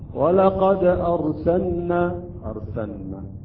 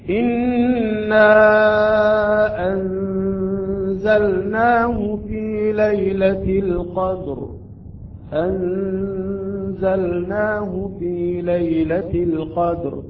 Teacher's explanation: إنا أنزلناه في ليلة القدر، أنزلناه في ليلة القدر، يعني بسرعة اللسان ينتقل من مخرج اللام إلى مخرج النون بصورة فنية، بصورة يعني لطيفة، لا نتأخر ولا نضغم اللام بالنون · Shown in: second take